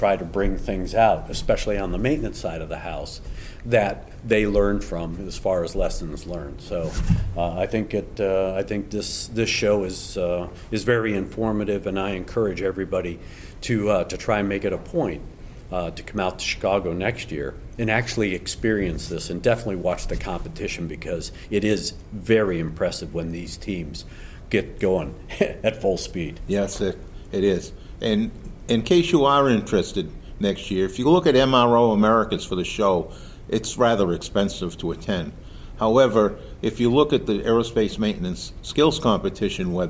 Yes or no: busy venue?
yes